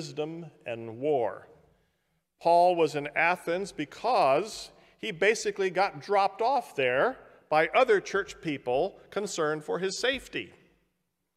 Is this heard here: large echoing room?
yes